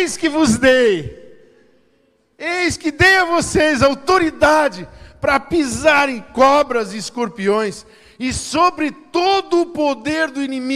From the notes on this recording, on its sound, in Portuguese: Em nosso Culto da Generosidade. Na Igreja ABA Blumenau (Transmitido ao vivo).